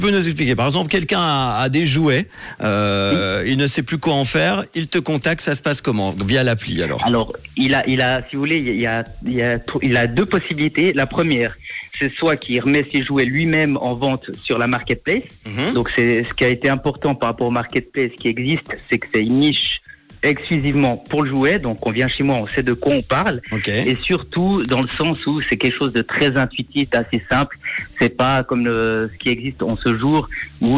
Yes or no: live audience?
no